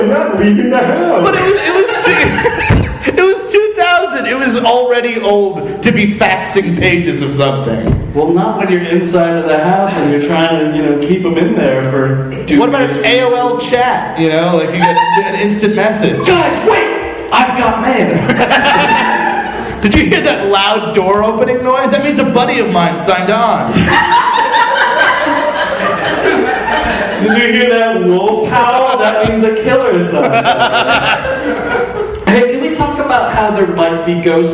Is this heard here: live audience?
yes